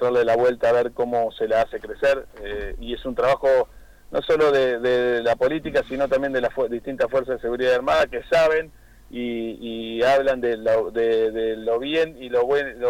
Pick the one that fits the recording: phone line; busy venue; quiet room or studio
phone line